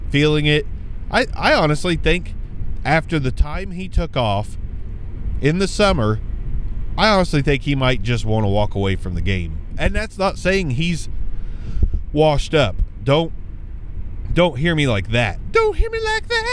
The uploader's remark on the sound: hop in the car with me